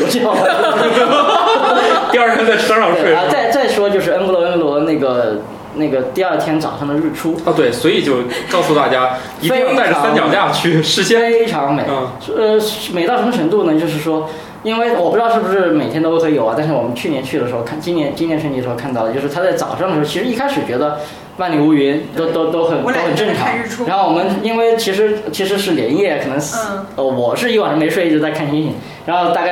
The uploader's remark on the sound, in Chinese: 本期节目为在张大妈办公区用录音笔录制，可能有街道上的杂音，请见谅。